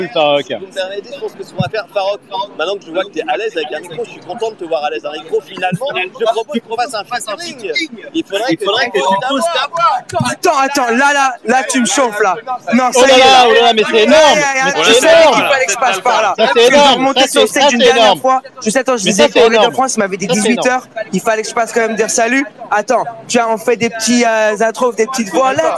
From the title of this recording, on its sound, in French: Live depuis la Non Fungible Conference